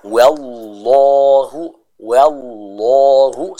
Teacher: Ini cara kita membaca lafdul jalalah ya, yaitu dengan menebalkan huruf lamnya.